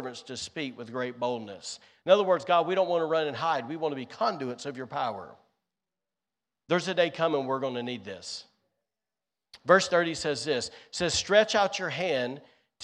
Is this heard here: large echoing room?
yes